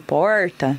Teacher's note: saiu esse R de porta, que a gente chama de R aproximante retroflexo